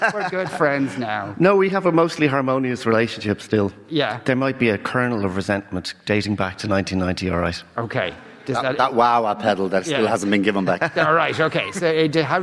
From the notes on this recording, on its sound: live from the Triskel Arts Centre in Cork City.